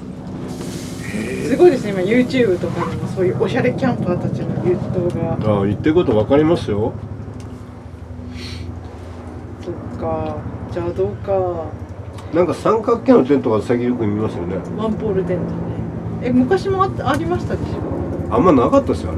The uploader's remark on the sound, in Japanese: 雑音等、お聞き苦しい点がございます。なにとぞご容赦下さい。